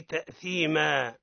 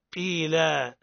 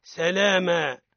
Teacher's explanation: وإذا وقفنا على الاسم المنون فصوت النون الساكنة يختفي عنه تماما، وتشبع حركته بألف مد إن كان التنوين فتحتين.